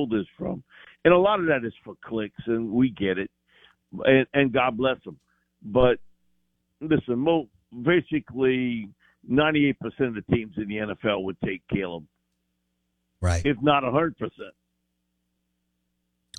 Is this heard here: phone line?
yes